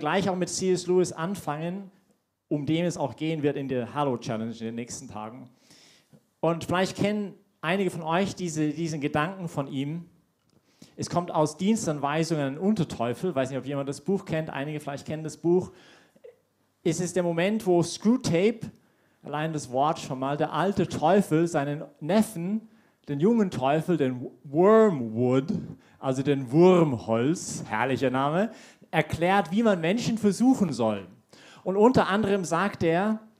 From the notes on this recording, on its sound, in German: Diese Predigt wurde bei der YP Messe